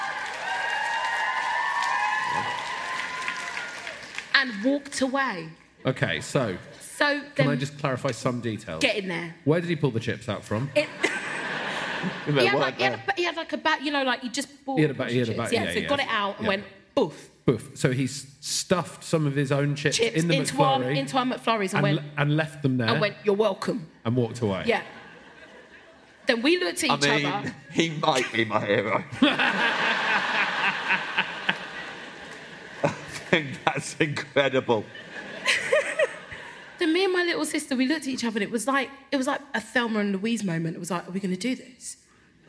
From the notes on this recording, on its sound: Recorded by Matt Mountford-Lister for Storm Productions Group live at the Bristol Hippodrome.